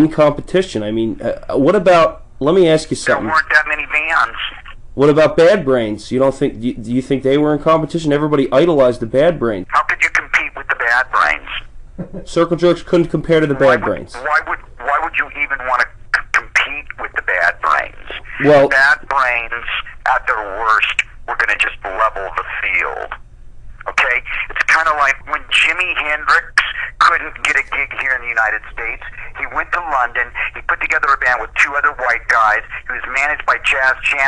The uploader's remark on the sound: phone interview